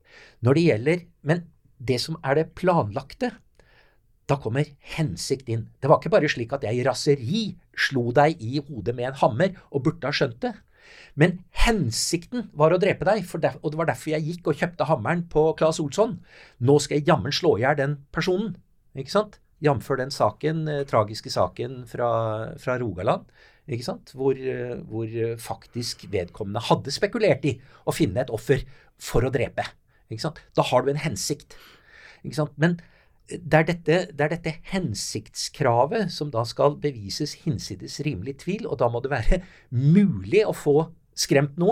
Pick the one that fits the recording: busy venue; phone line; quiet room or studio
quiet room or studio